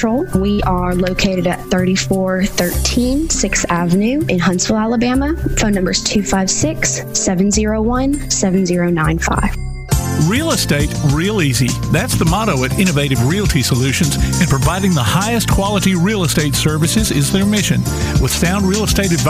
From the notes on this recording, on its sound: Live at the Elkmont Car Show